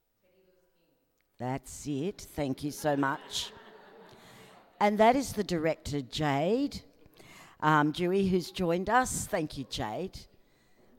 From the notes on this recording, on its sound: This is a recording of a panel discussion as part of the Flow events program.